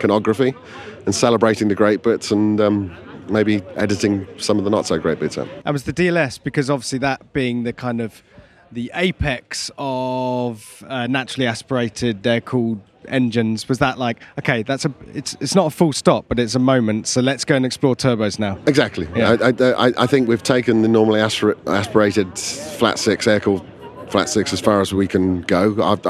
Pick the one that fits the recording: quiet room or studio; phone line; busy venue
busy venue